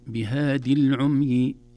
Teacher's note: الياء فبهادي ليست منطوقة لالتقاء الساكنين